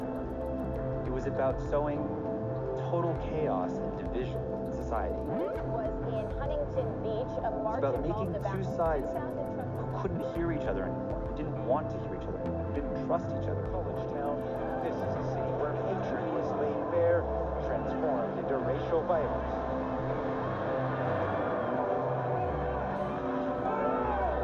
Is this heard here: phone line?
no